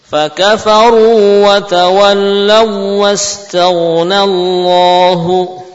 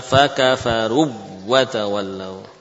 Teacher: Ini juga contoh mad pada huruf wawu bertemu dengan wawu tidak mengalami idgham. · Shown in: first take · Fakafaru tetap panjang.